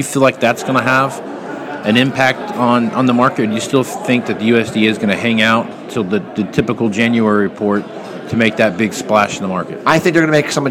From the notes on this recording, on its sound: live at the Moving Iron Summit